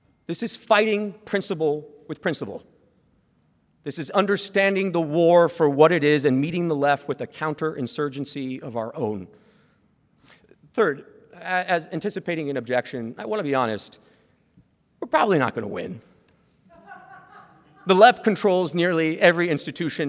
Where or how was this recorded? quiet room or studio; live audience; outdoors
live audience